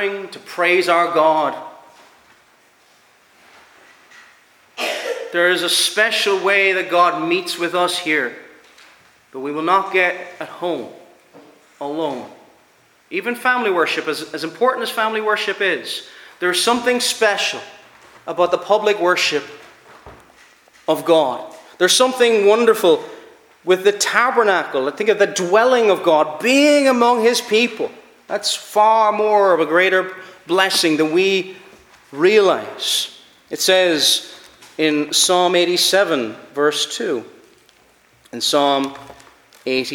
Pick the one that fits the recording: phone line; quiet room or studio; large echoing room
large echoing room